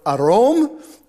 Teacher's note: So there's an R. There's like a rolled R in there.